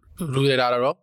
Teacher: I say most of the times because there's still like the rurerarero, which is like when you write it, it's an R, but it's not really an R. It's like an R and then it ends on an L. So you're not completely doing an R sound.